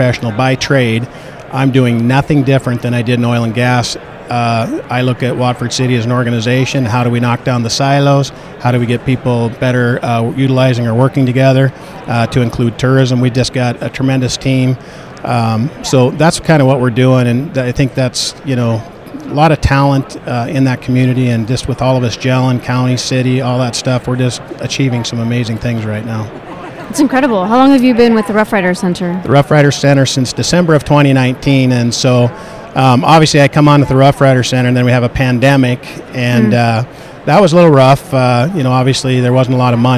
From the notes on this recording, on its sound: at the Williston Basin Petroleum Conference